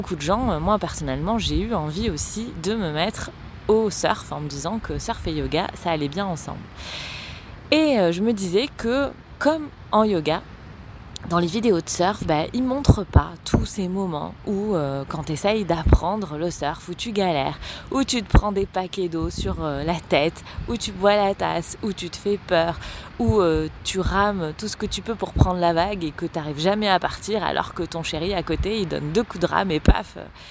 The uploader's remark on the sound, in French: Un épisode spontané enregistré sur les pieds dans le sable sur fond d'océan.